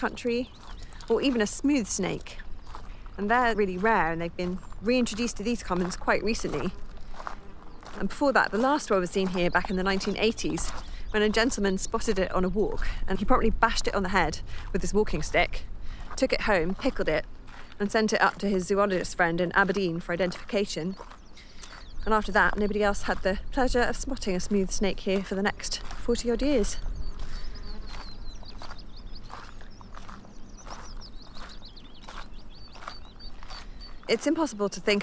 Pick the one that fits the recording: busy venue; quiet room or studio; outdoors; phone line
outdoors